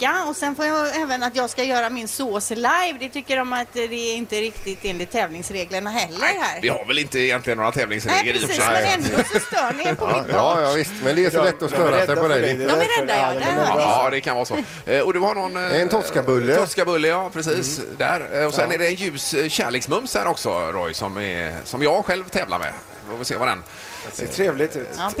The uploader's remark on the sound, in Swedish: Vi sänder live från poolkanten på Sankt Jörgen